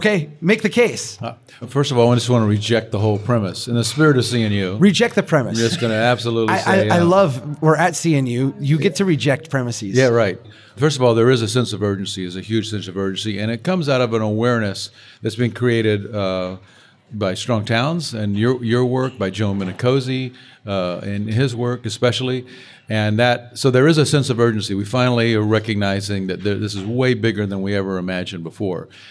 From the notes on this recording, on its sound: Recorded in front of a smaller-than-usual crowd (it turns out that’s what happens when you’re competing with Jan Gehl ).